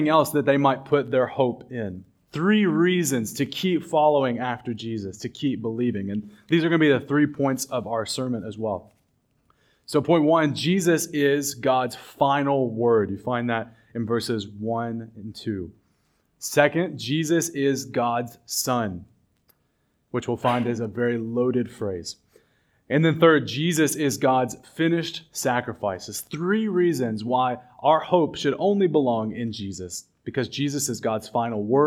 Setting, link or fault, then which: setting, large echoing room